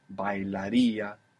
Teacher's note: they share the characteristic that they are stressing the ending, that the accent is going to the ending.